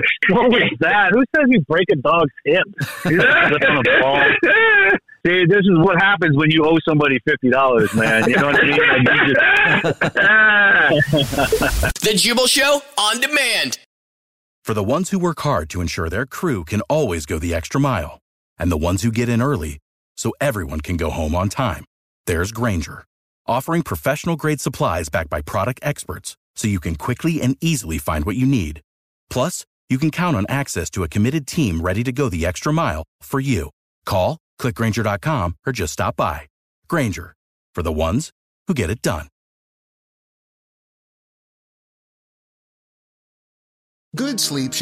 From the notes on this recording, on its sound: wake up with The Jubal Show, phone prank style